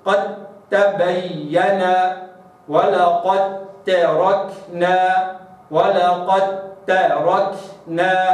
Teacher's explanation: دال ساكنة وبعدها التاء فلابد أن أدغم الدال في التاء